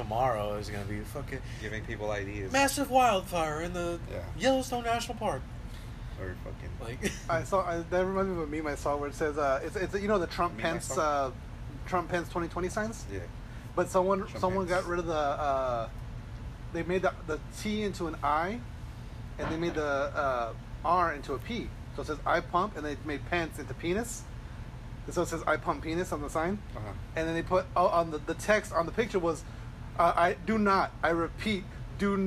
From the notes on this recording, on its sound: HEADPHONE WARNING!